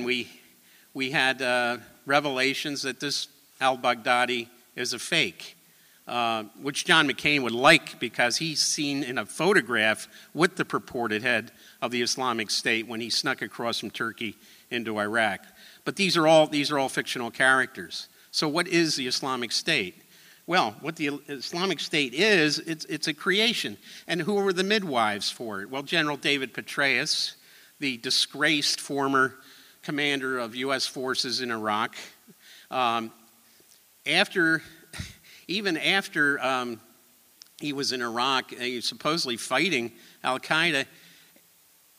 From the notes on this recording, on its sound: Three presentations from the Justice In Focus 9/11 Conference at Cooper Union in New York City